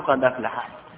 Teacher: إذن غير حرف مد ولين، وأتى بعده همزة قطع أول الكلمة فورش، وهذا كثر عنده، فورش ينقل حركة الهمزة إلى الساكن قبله ويسقط الهمزة · Term: النقل